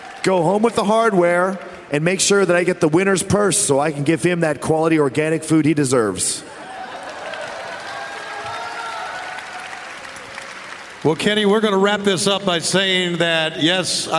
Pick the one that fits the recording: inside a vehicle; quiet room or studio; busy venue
busy venue